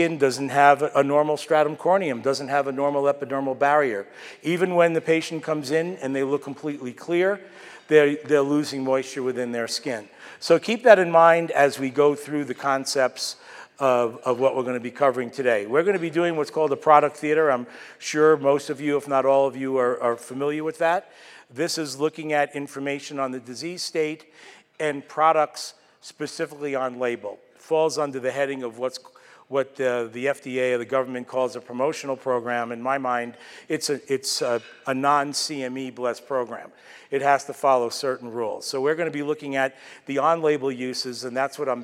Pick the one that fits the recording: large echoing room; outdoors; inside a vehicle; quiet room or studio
large echoing room